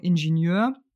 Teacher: Aber die Deutschen würden das R am Ende natürlich nicht mit aussprechen.